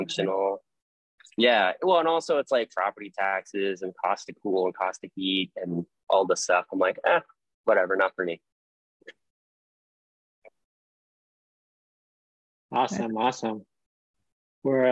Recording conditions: video call